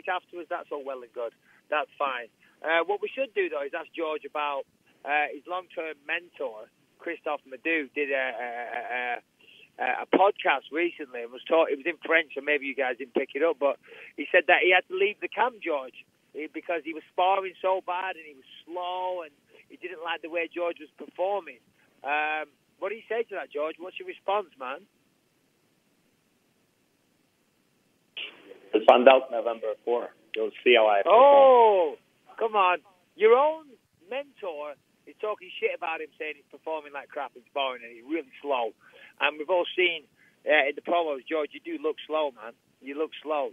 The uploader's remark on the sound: UFC 217 Conference Call